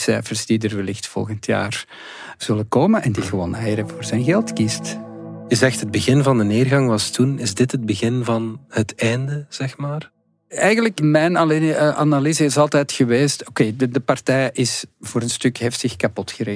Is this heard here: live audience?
no